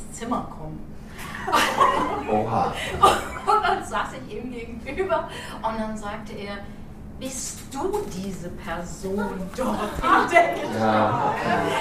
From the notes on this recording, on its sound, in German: Wir feiern hundert Folgen „sexy & bodenständig“ mit der Live-Aufnahme unseres Jubiläums-Podcasts in der Lettrétage in Berlin-Mitte.